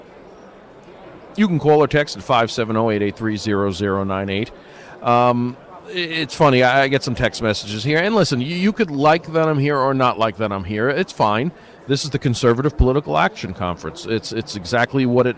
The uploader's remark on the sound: does his show live at CPAC